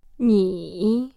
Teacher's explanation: Listen again and hear it go down and then up. · Term: third tone